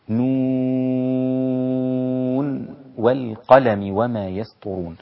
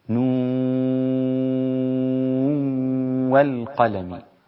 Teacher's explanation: فتدغم نون النون في الواو التي بعدها ويصير إدغام بغنة مع الواو · Shown in: second take